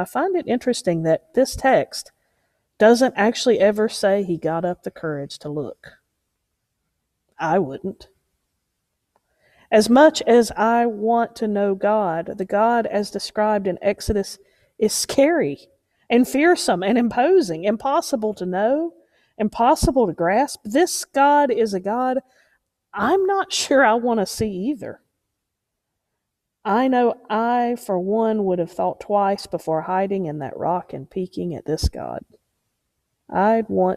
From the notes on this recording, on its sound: Preached at Unity Moravian Church